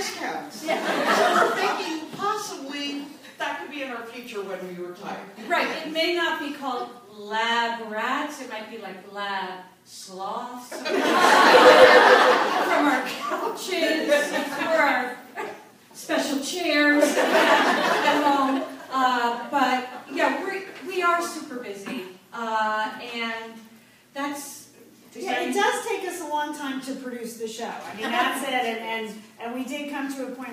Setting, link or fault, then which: setting, live audience